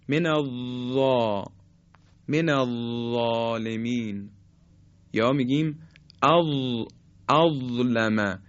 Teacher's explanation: حالا وقتی که حرف ضا رو تلفظ میکنیم دقت کنید، حرف ضا دیگه صفت استطاله نداره، نوک زبان مثل حرف ذال برخورد میکنه به نوک دندانهای صنایعی بالا